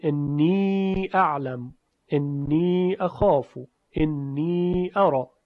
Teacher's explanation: یا رو به سکون خونده، به فتح نخونده، یعنی انی اعلم نخونده مثل ورش، انی اخاف نخونده، انی اعلم، انی اخاف، انی ارا.